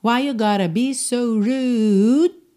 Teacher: E percebe que esse U, ele é alongado.